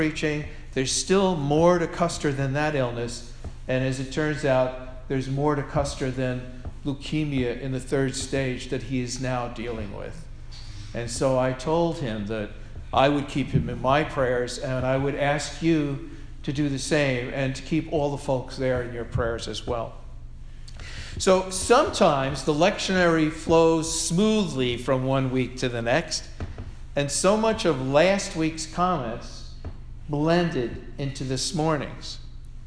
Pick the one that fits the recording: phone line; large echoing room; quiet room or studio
large echoing room